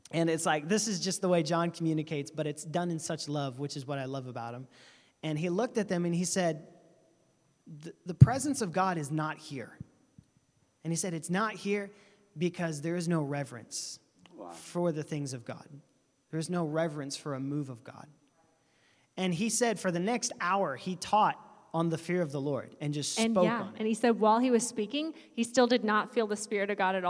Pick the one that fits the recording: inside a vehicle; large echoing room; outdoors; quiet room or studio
large echoing room